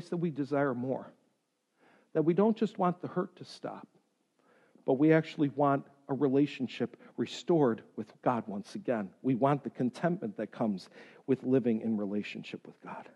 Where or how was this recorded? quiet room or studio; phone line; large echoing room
large echoing room